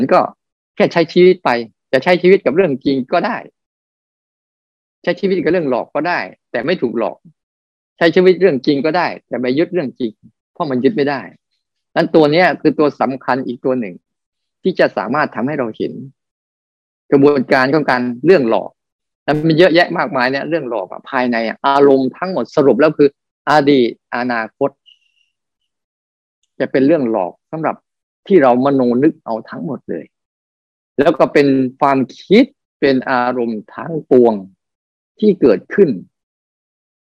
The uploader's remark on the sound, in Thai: คอร์สออนไลน์ (ผ่านโปรแกรม Zoom)